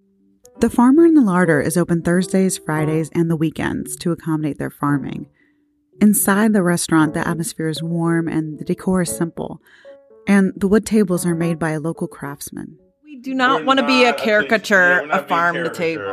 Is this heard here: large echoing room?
no